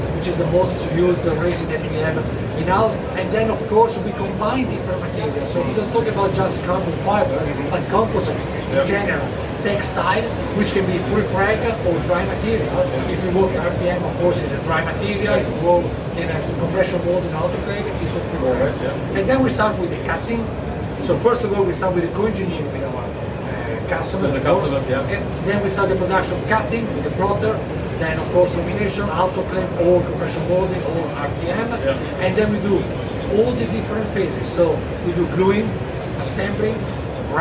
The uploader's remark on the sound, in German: Live von der JEC in Paris